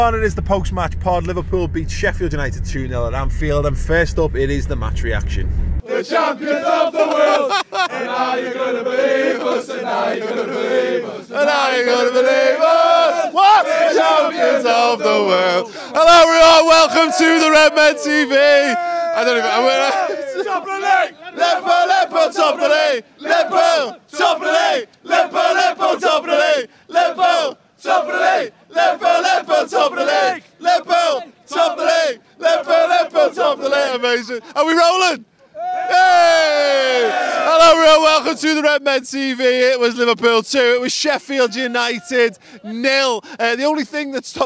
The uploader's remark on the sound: Join us outside Anfield as we react to Liverpool's 2-0 win over Sheffield United!